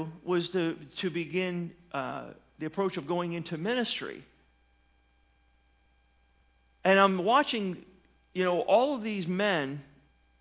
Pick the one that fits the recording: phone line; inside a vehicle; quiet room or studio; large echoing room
large echoing room